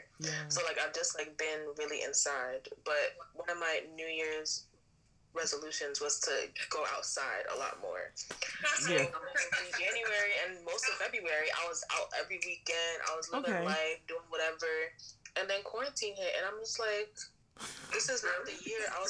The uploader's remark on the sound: Sorry about the sound